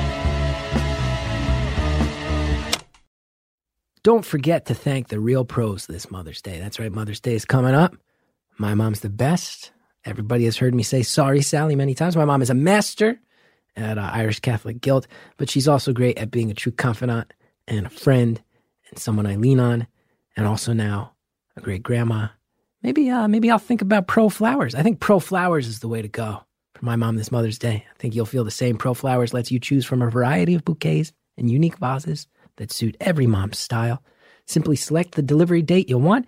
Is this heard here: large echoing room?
no